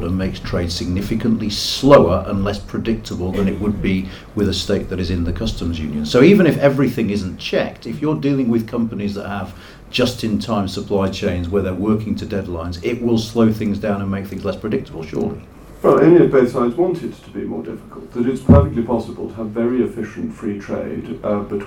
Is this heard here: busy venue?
yes